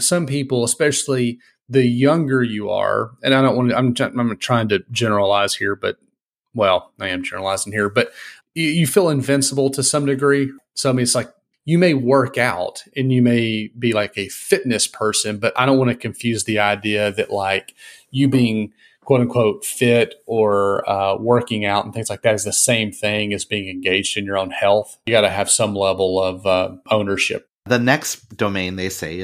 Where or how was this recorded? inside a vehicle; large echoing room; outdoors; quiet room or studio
quiet room or studio